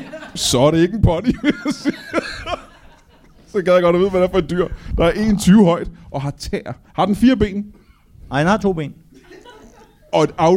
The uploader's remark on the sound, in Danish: LIVE fra Tobbers i Kolding